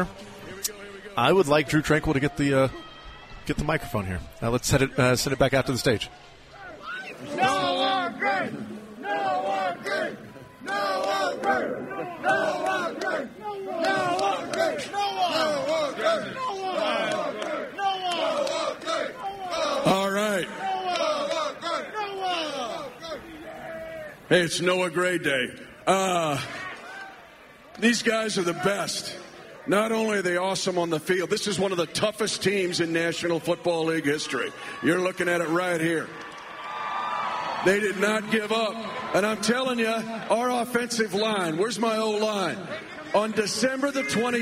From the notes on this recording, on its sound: Goes live to the Chiefs' on-stage festivities as they celebrate back-to-back championships.